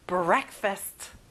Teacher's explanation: break에 세게 한번 말해보세요